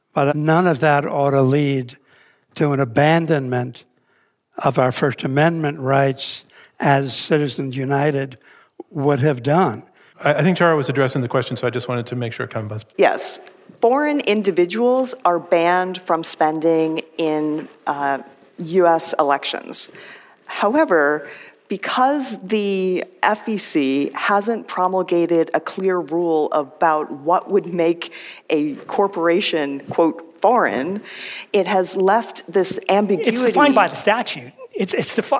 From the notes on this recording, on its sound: This debate is presented in partnership with the Northwestern Pritzker School of Law as part of the Newt and Jo Minow Debate Series. It will be recorded live in person on Wednesday, February 21, 2024, at the Thorne Auditorium at Northwestern University Pritzker School of Law in Chicago, Illinois.